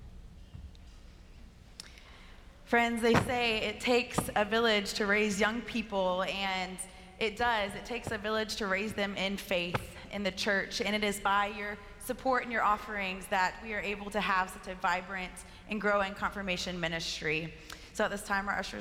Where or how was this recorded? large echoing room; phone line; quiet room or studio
large echoing room